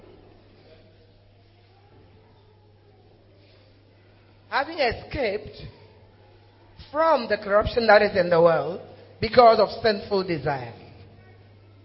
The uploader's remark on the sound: preached at the closing of a church annual fast